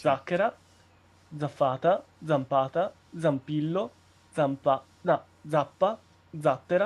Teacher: ecco ora un elenco di parole che cominciano con la Z sorda